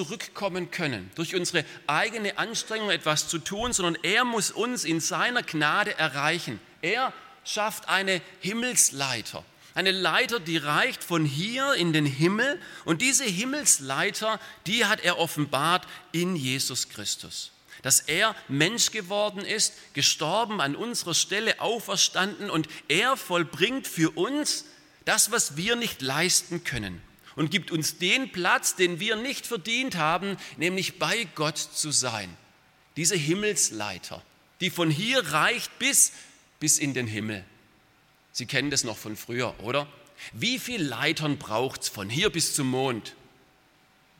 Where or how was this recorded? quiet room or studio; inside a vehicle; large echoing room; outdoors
large echoing room